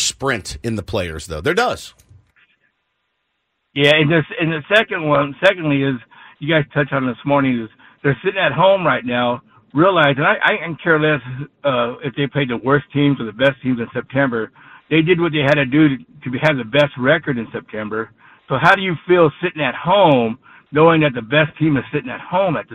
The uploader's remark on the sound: We open up the phones.